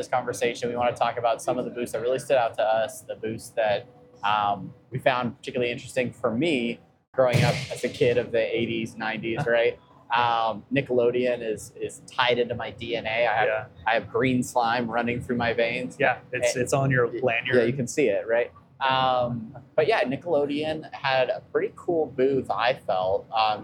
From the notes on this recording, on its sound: SDCC On-Location. We were in San Diego for Comic Con, we set up a camera and some mics and holy hell we were there doing things!